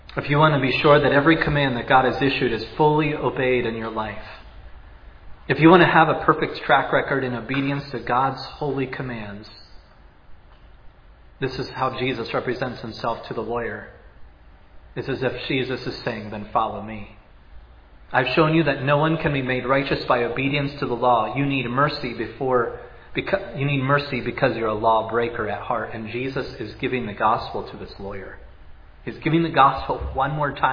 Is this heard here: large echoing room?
yes